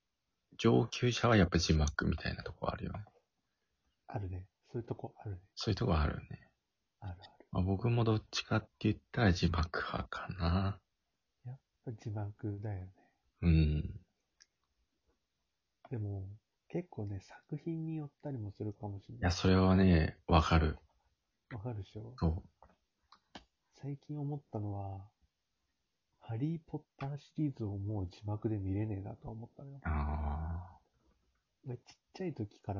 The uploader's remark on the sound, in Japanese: リモート収録のため若干音が悪かったり2人の音量に差があったりします。